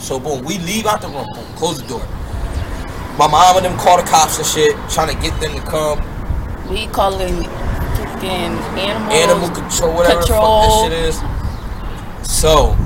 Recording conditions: wind noise